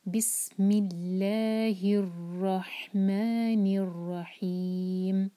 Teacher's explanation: رحمان میں اور رحیم میں دونوں میں ہا ہیں، دونوں میں ہا کی آواز آنی ضروری ہے، وہاں اس کو ہم ہا چینج نہیں کر سکتے، حلق سے نکالے گا